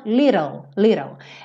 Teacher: Você pega o T e transforma em rarara.